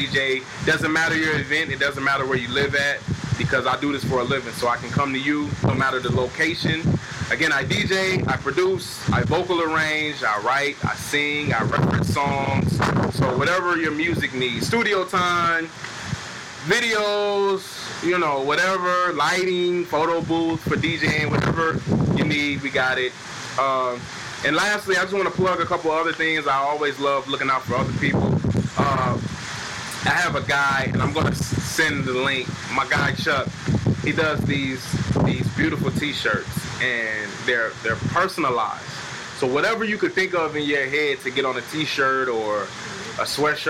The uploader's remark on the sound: DUE TO TECHNICAL DIFFICULTIES WHILE FILMING BY THE POOL, BACKUP PLAN MAY HAVE EFFECT ON AUDIO. DUE TO TECHNICAL DIFFICULTIES WHILE FILMING BY THE POOL, BACKUP PLAN MAY HAVE EFFECT ON AUDIO.